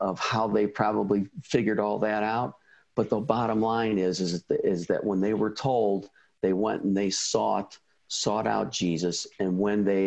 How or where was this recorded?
video call